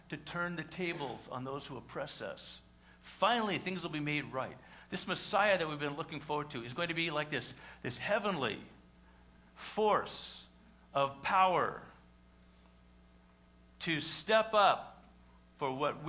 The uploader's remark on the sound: LJCC full Easter Service.